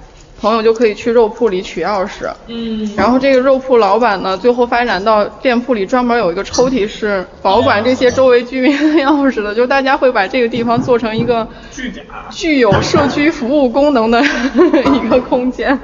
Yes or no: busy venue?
yes